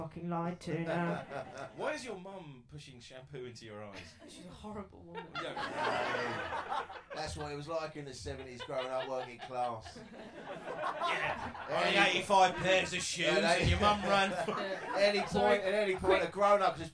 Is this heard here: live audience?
yes